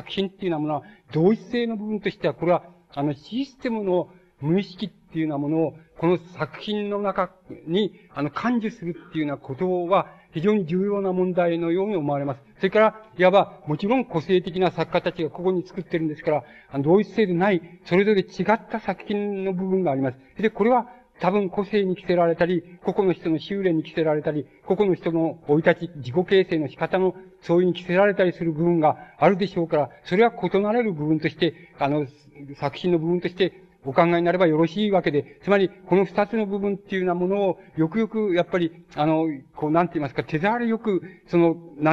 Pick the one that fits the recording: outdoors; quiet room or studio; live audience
live audience